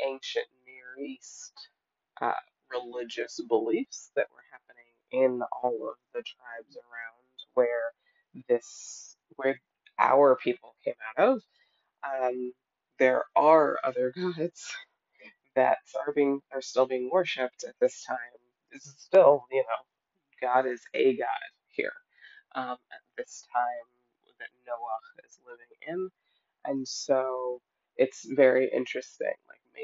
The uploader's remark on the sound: Forgive the audio quality in this episode!